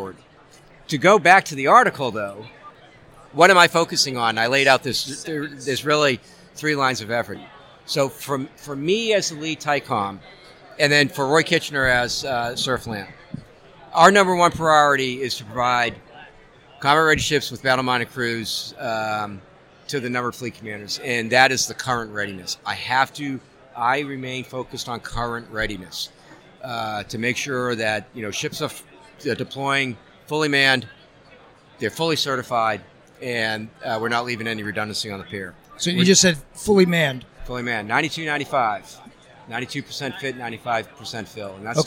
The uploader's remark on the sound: The Ship Boss Live from SNA.